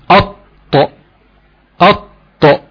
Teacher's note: طب نيجي بقى نشوف حرف من حروف الجهر، نيجي نبص حرف من حروف الجهر زي أط، هتلاقي حصل اهتزاز في الاحبال الصوتيه وحصل انحباس لجريان النفس